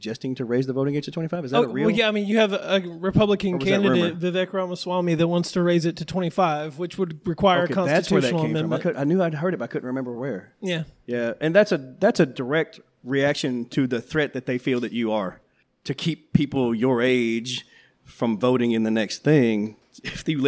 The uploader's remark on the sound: Live from Kollective Coffee in Downtown Hot Springs, Arkansas. We had a packed house, tremendously cool vibes.